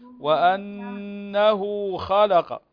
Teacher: يعني لا تعطي أكثر من حركتين. هنا صلة لكن لا تزيد عن حركتين. وأنه خلق ولا تقول وأنه خلق.